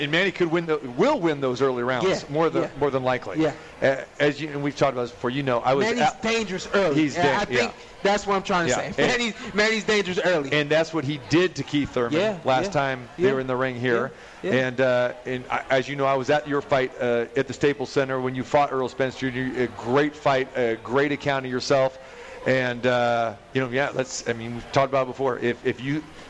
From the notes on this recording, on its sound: Live at the Cosmopolitan of the Las Vegas